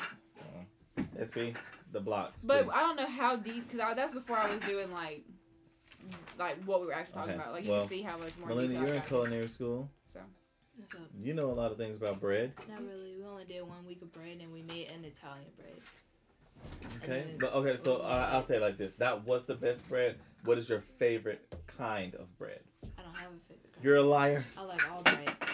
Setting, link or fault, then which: fault, sounds in the background